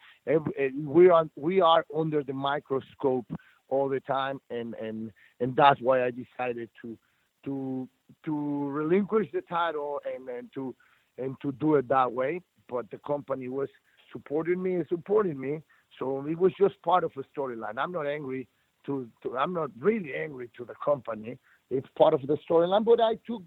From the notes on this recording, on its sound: the audio from the November 29, 2107 Impact Wrestling Media Call